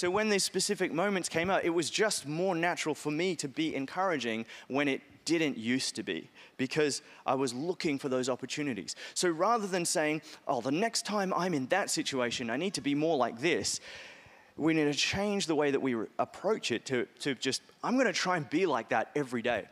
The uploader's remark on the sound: Message Carey Church LIVE Harrisdale Campus